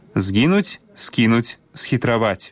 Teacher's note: няма памякчэння гукаў «з» і «с» перад мяккімі заднеязычнымі «е», «кі» і «хі».